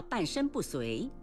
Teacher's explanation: 遂在这里读阳平，这个字还有一个读法去声遂